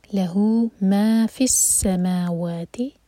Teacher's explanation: لہو، لام پر زور، لہو ما فی السماوات، ما اور وا دونوں برابر، دو دو حرکہ